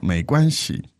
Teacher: The tones there are second, first, and neutral.